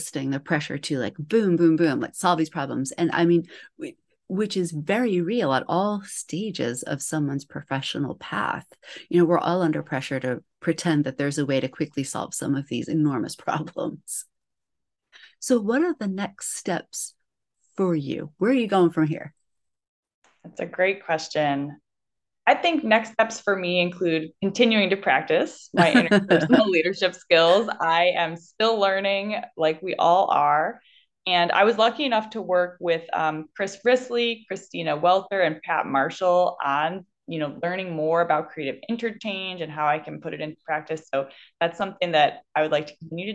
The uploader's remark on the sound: I’m Live via zoom